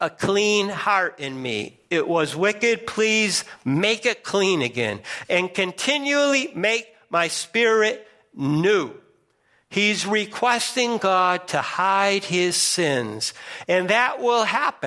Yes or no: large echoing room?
yes